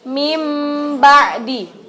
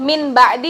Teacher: Apabila ada nun mati atau tanwin bertemu dengan huruf ba, cara membacanya jadi huruf mim disertai gunnah. Jadinya itu kita bacanya huruf mim tapi pakai gunnah ditahan dengan dua ketukan. · Shown in: first take